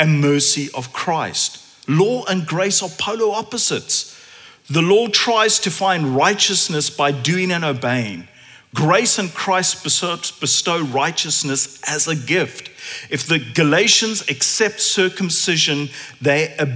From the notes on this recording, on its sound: At Common Ground Church Rondebosch.